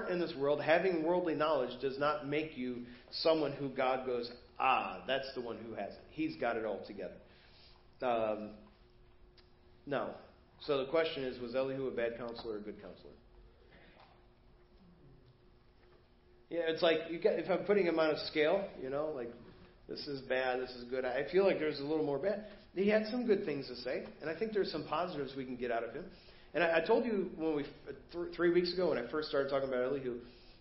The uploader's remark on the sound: Preached at First Baptist Church of Hazel Park